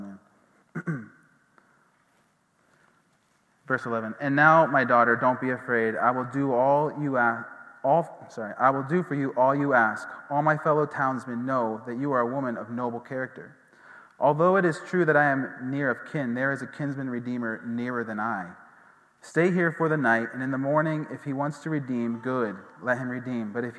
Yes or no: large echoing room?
yes